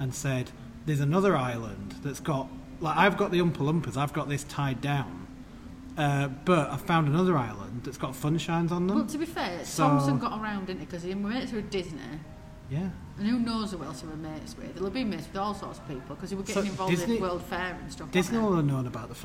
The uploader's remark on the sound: AT THE PARK: Blackpool Pleasure Beach Valhalla Special. FROM BLACKPOOL PLEASURE BEACH. Record an episode from the park. Enjoy the sounds of the park in this immersive episode.